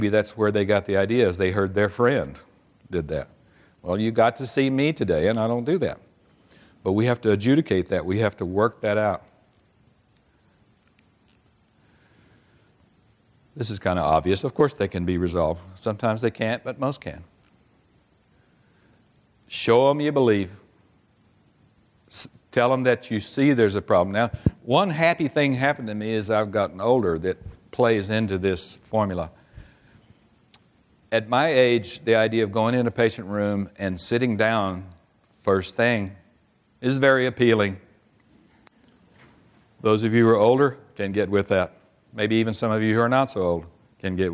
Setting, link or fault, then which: setting, live audience